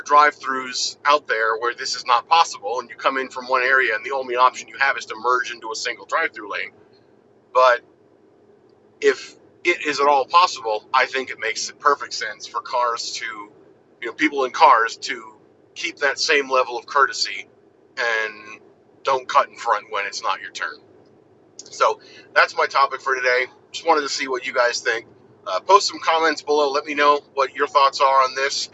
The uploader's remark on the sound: recorded safely while driving